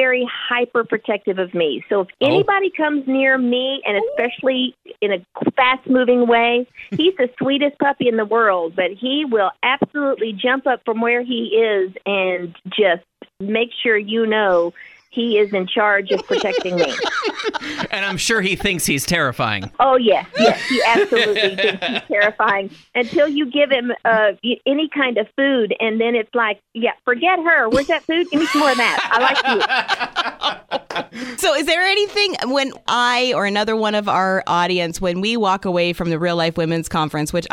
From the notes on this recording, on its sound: spent some time on the phone